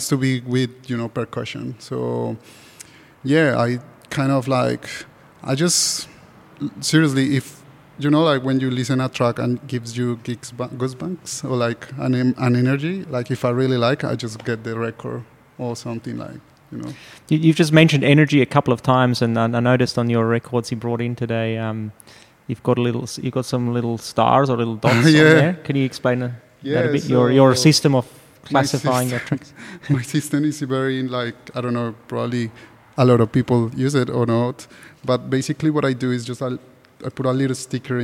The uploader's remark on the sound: Live conversation in the gallery